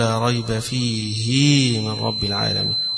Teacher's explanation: كلمة فيه إذا قرأها ابن كثير حيشبع الهاء التي في آخره، يشبع كسرة الهاء